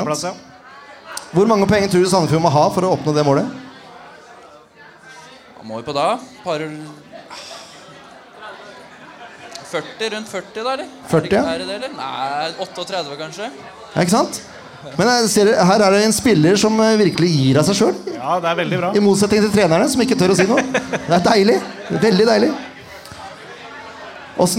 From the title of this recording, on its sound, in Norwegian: Live fra Sandefjord Fotballs Kick Off 2023!